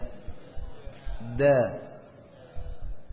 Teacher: Terangkat di bagian depannya, ya, jadi bukan isti'la tapi istifal. Jadi yang dijadikan patokan terangkat adalah bagian pangkal lidahnya.